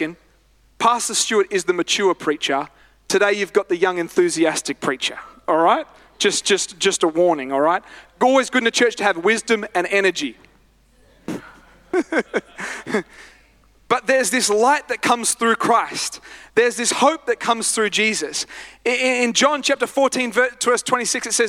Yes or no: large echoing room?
yes